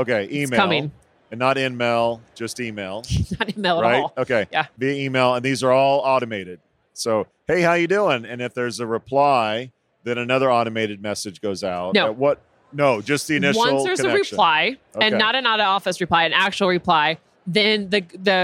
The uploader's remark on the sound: Live from UNLEASH America in the Workhuman booth